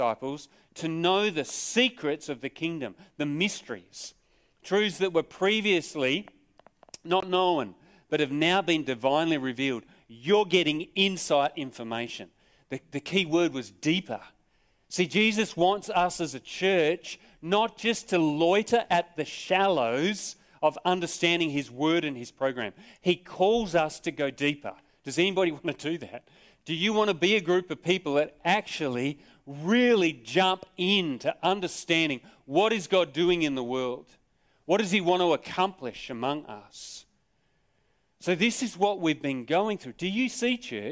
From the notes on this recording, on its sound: Sermon recorded live from Morley Baptist Church.